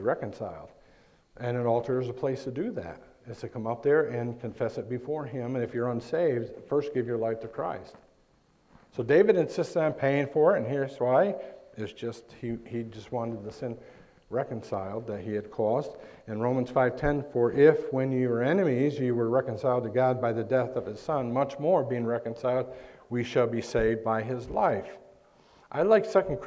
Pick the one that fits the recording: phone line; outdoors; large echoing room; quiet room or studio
large echoing room